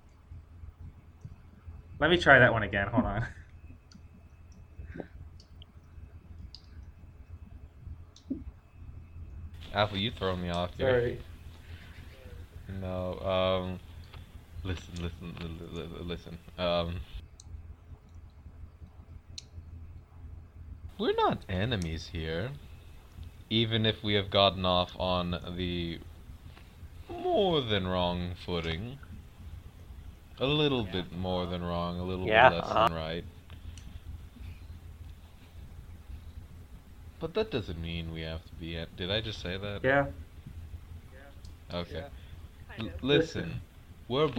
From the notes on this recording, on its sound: We recorded this at 1 AM and somehow the cursed time double cursed our audio.